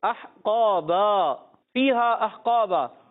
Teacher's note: एक अलिफ खींचना भी जायज और दो ढाई अलिफ खींचना भी सही है, बेहतर है, तो दो ढाई अलिफ खींचे बहुत अच्छी बात · Term: मद्दे मुनफसिल